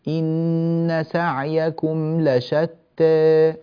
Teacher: لابد من التقليل يعني الإمالة هنا